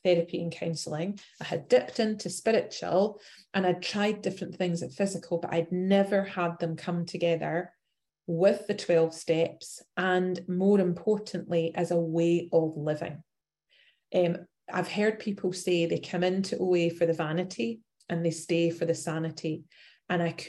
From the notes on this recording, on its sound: Recorded at the 100+++ Pounder Special Focus Meeting Wednesdays at 8am PST/11am EST/4pm GMT Meeting ID.